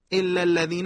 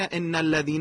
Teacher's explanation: لام و نون هم مخرجند و ممکنه اشتباه شنیده بشن